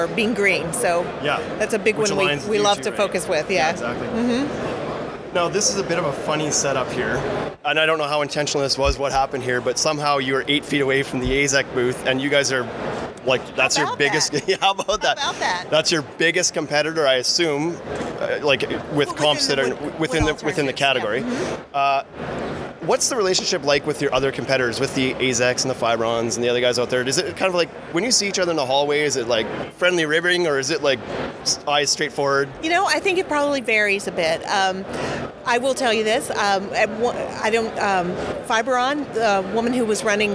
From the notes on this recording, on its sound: Live from IBS 2019 in Las Vegas